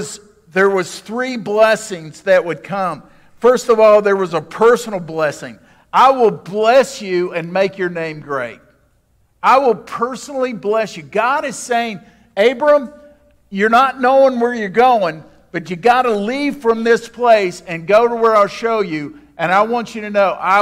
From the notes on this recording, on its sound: This podcast is an audio archive of our Sunday Morning sermons.